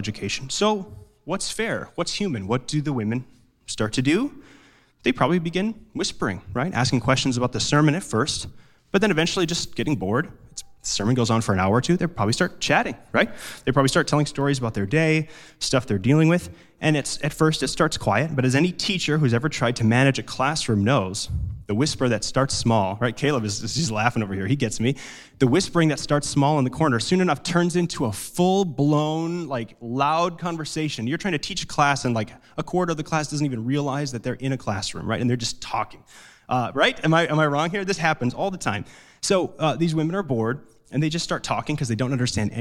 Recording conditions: large echoing room